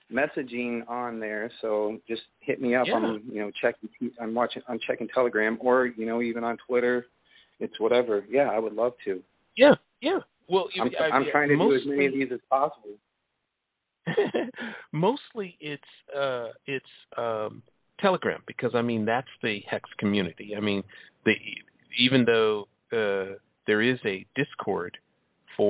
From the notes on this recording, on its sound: It's a call-in show